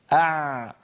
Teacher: تجدون بأن الصوت لم ينقطع ولكنه في الوقت نفسه لا يجري جريانا بينا · Term: حرف العين